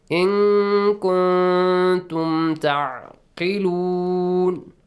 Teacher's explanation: Hide the sound of noon. · Term: Ikhfa